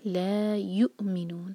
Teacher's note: آگے ہے لا یؤمنون، حمزہ جس لیٹر کے اوپر بھی آ جائے تو وہ لیٹر پھر کینسل ہو جاتا ہے. جیسے یہاں پر واو کو پروناؤنس نہیں کیا جائے گا، صرف حمزہ پڑھیں گے. لا یؤمنون، می پر زور دیں گے.